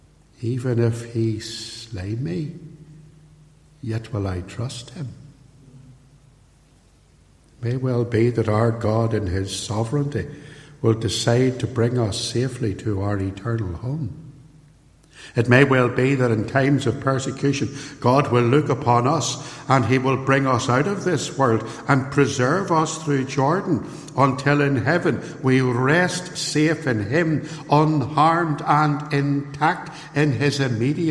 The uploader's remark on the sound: Recorded at Templepatrick Reformed Church and used with their permission.